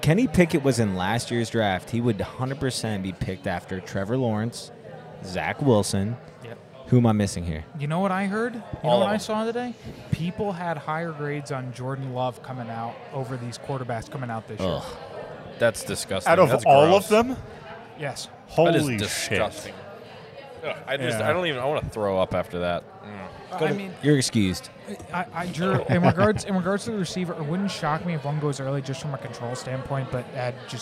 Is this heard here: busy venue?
yes